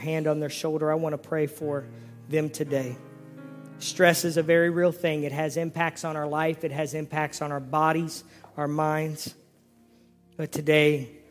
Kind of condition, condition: setting, large echoing room